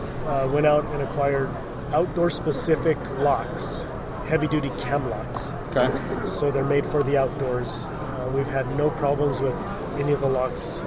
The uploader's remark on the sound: Live from the Denver Fly Fishing Show